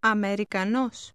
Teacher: Notice that the stress is on the end of the word.